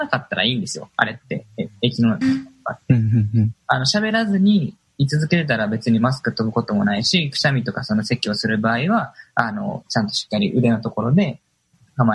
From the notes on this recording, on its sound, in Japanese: この番組は、20年7月2日にオンラインにて収録した音源を放送しています。